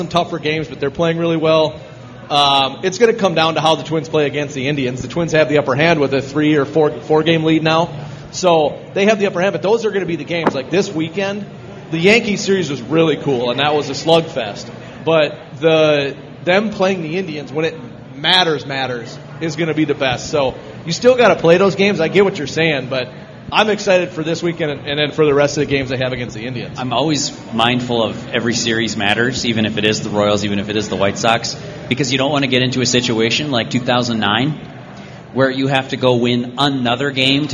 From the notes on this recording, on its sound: Live from Modist Brewing this week. Questions from the audience!